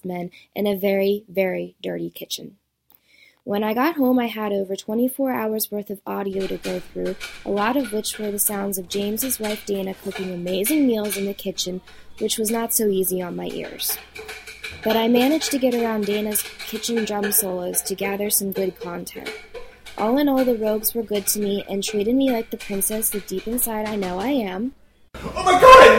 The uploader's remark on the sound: a collection of sound clips from the Rogues Retreat in Austin, Texas this past July